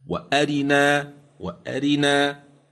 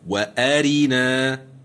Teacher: أما في رواية الدوري عن أبي عمرو فإن الرواية فيها بإخفاء كسرتها أي اختلاسها · Shown in: first take · هكذا: وأرنا وأرنا، بخلاف وآرينا.